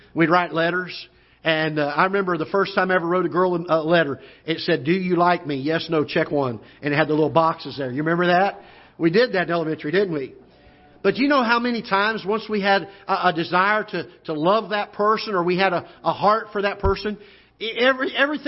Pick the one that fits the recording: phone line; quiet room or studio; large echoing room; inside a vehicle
large echoing room